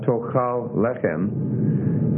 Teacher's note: tokal, the stress would be in the last, and lechem, the stress is on the first. So what you've got is two stress syllables in succession.